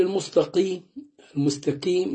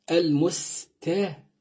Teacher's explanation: سين مرققه وتاء مرققه · Shown in: second take